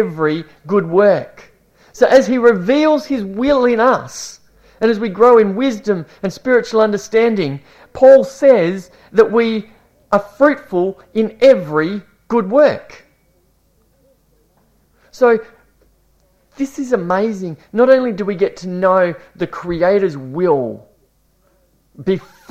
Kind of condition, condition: setting, large echoing room